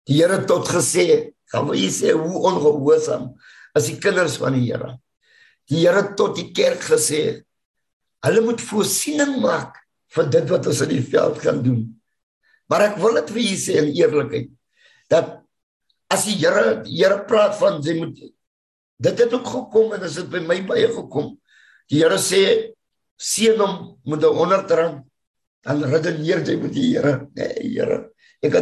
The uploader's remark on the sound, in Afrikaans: Woord Sonder Grense Mannebediening se saalbyeenkomste by Choose Life Church *(CLC)* vind plaas op Dinsdae oggende vanaf 6:00 tot 7:00 by *CLC* se saal. Die Manne Bediening *DIGITAAL* se *Zoom* byeenkomste word gefasiliteer tesame, en op dieselfde tyd, as die saalbyeenkoms.